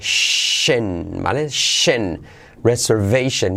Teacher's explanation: Cuidado que no decimos Sion, sino Shen. · Term: la SH